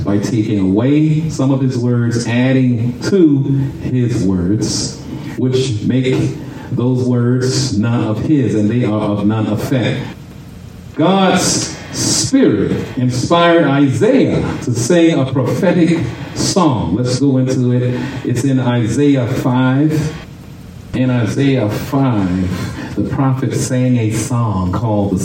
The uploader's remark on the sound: Shared this message live at RACC.